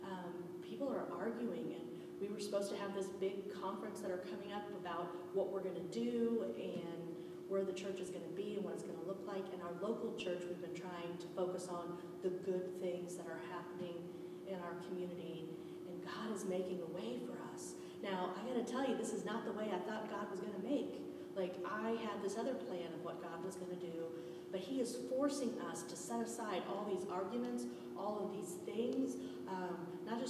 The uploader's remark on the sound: This audio was pulled from a FB Live broadcast, so the quality is a little different than normal.